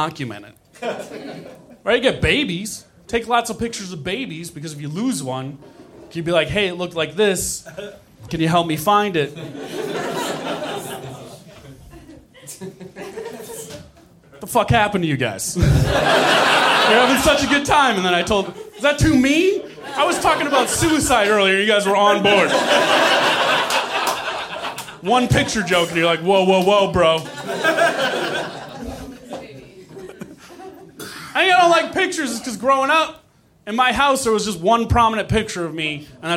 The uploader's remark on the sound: Recorded Nov 2017 at New York Comedy Club in New York City.